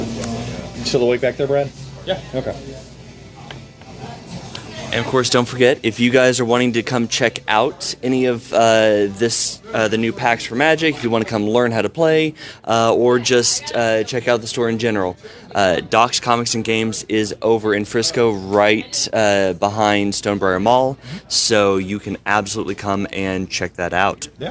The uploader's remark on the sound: Live at Doc's Comics and Games